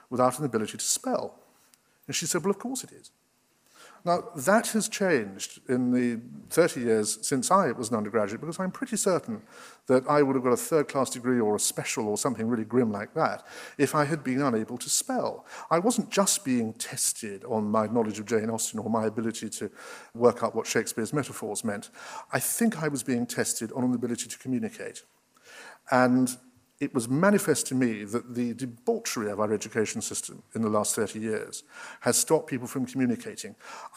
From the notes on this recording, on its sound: This was originally recorded at The Royal Geographic society on the 5th March 2014 in London.